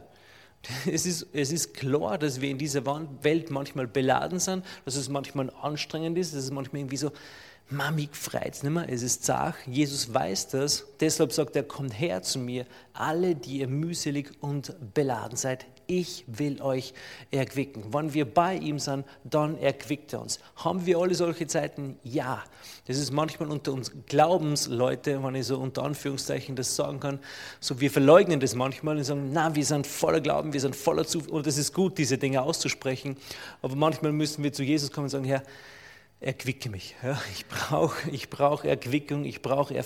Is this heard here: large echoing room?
yes